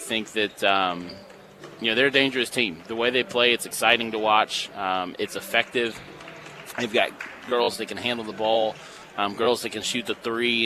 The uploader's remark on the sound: was live at Marshall University before the Thundering Herd match-up with the James Madison Dukes on the court at the Cam Henderson Center.